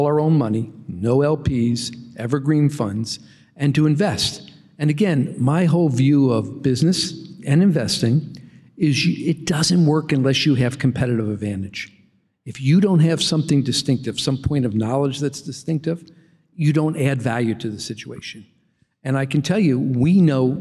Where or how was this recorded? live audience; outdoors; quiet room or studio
live audience